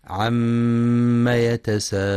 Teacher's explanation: ينتبه القارئ في كلمة عم لعدم إثبات ألف بعد الميم، فلا يقرأ عما، وينتبه لغنة الميم المشددة فهي أكمل ما تكون وقفا ووصلا